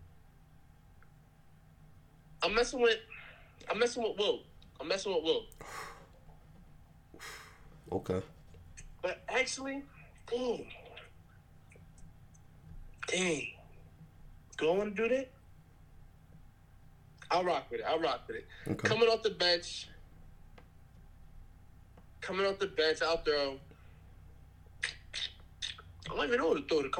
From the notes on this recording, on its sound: Audio may sound a lil fussy, Sorry about that. Software wasn't working as well.